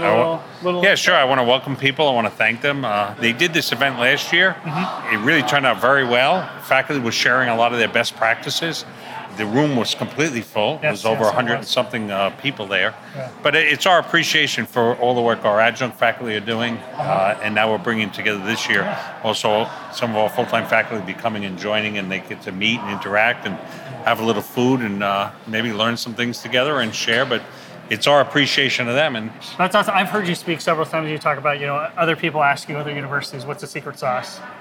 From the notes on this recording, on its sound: This very special episode was captured “live” on the purple carpet. Faculty attendees, presenters, and academic leadership were on hand.